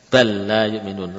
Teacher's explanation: Lam diidghamkan ke huruf yang sama, lam.